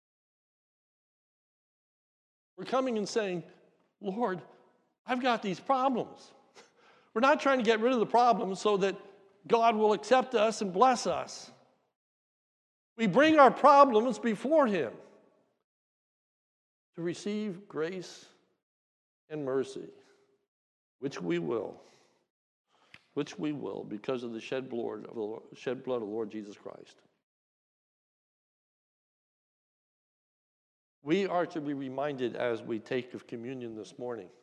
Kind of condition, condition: setting, large echoing room